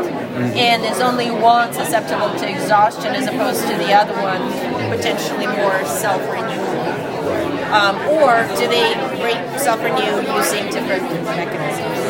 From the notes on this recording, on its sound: Check out "Heard on the Street" recorded during the IDS Paris 2023 Day 1 Poster session.